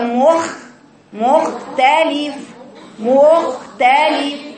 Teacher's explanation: مخ خلي بالك من الساكن. اياك تعملي اشمام في الساكن اللي هو الخاء. بيني صفات الجريان من غير ما تبقى بدون ما تخلطي الصفه بالاشمام.